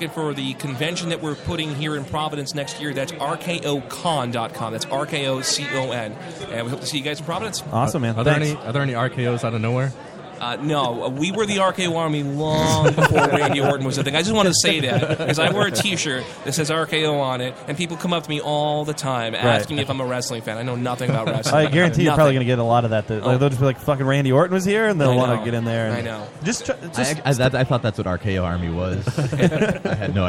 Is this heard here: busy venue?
yes